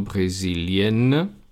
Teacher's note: tenemos una S entre los vocales y por eso suena z